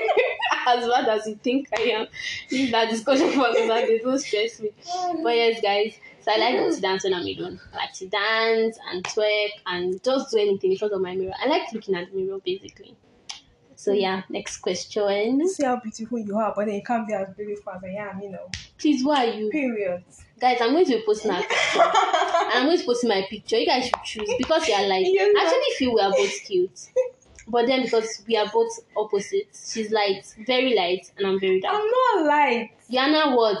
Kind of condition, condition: fault, sounds in the background